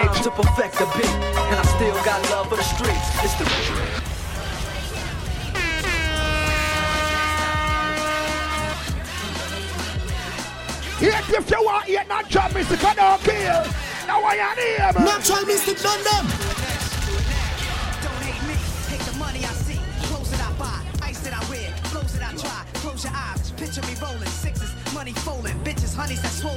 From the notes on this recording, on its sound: LIVE TAKING ON GREENWICH FARM KINGSTON 13 JAMAICA